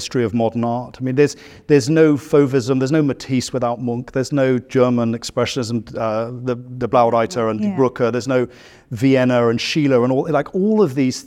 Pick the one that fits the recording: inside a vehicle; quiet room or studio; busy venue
busy venue